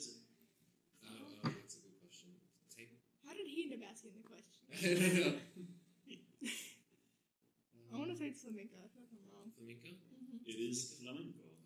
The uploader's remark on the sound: we had some technical difficulties with this first episode so it may be a little quieter than what is best